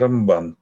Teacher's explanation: Раби Моше бен Нахман называется Рамбан на второй слог ударения